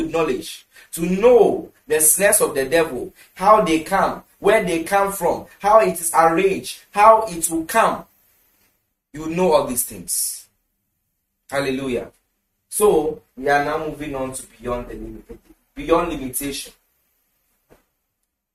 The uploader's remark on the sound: International Strategic Management & Leadership Conference. Conference for Love Arena Denomination held at the Love Arena Church, Ghana.